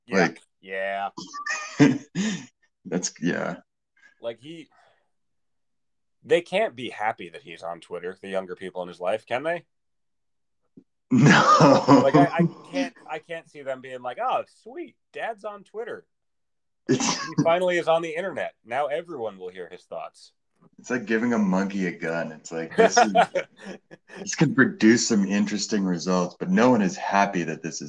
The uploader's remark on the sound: Naturally we spent a smooth 27 minutes talking about that, of which maybe 5 minutes were good audio.